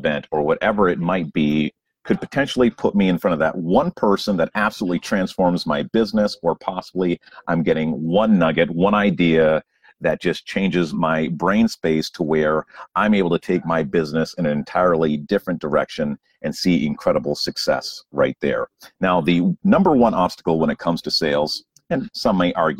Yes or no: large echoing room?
no